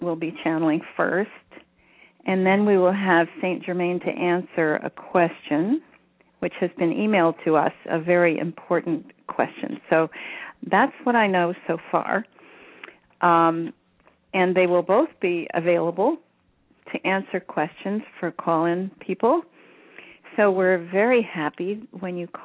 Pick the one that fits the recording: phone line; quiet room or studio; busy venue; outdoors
phone line